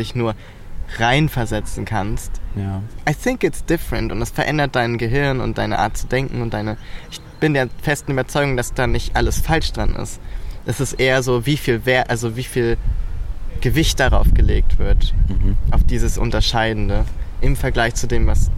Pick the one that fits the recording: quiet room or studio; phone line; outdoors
outdoors